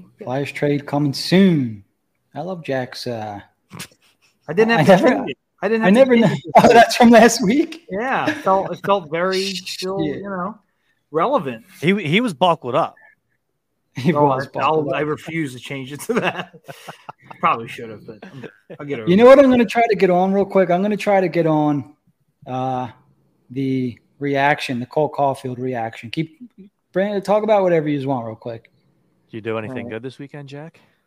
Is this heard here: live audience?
no